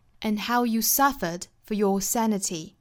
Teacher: And you for your 这些词也都是要做弱读的，所以读起来呢是很快的